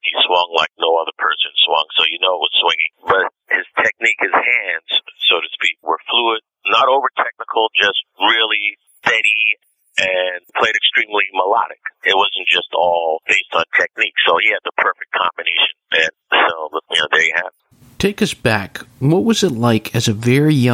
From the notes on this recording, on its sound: This was a phone interview and listening to this landline telephone sound just may make you feel nostalgic.